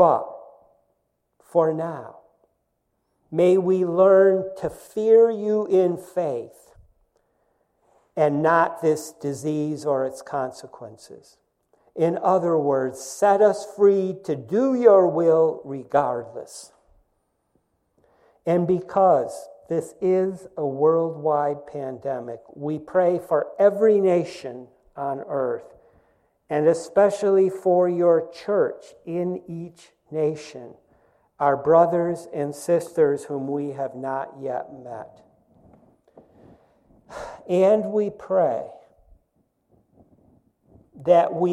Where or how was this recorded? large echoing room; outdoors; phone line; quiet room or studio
large echoing room